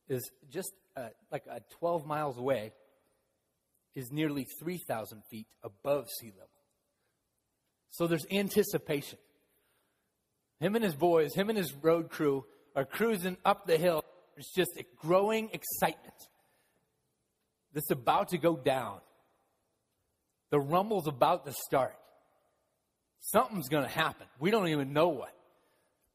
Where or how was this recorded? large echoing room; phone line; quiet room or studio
large echoing room